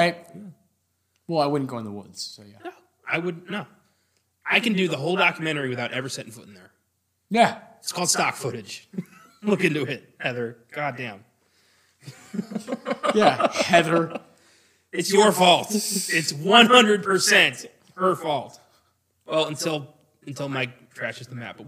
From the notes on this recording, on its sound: We apologize for the echo.